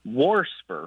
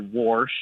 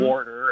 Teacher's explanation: WARSPer with an extra R thrown in there, mm. kind of like, you know, I hear a lot of old folks say WARSH and things mm-hmm. · Term: R insertion